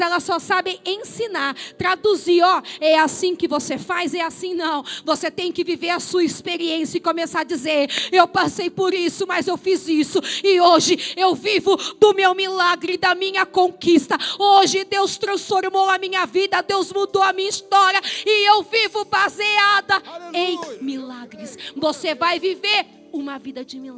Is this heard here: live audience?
yes